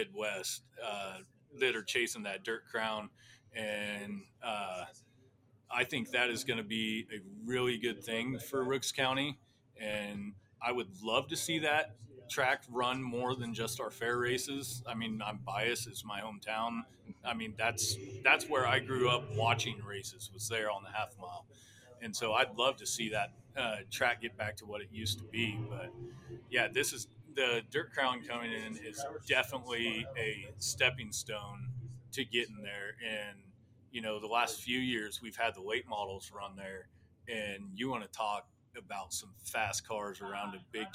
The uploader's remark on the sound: Live from RPM's test and tune night ahead of the 2023 Mike Hughes Memorial Sunflower Classic